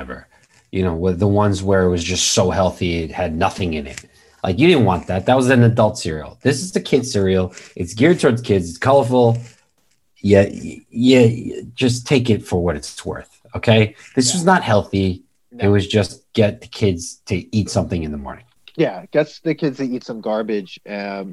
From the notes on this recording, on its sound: We recorded this on December 9th, 2020, on Zoom so there are some small sound discrepancies